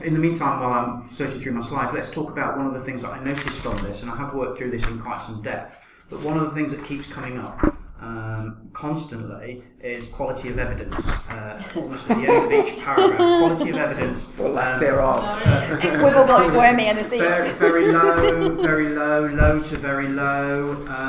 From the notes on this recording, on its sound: I was fortunate to be able to have a good chat at the ICS State of the Art 2016 conference